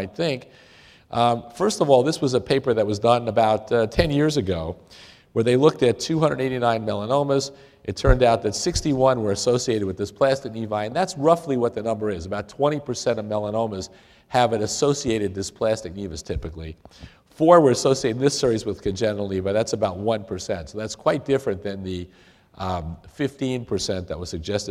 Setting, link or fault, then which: setting, live audience